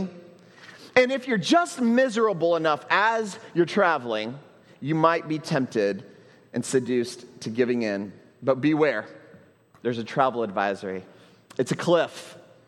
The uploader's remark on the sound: at Trinity Church, Puerto Rico